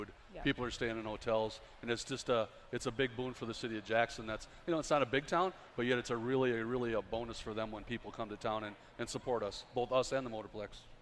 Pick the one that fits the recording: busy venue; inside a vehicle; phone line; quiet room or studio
busy venue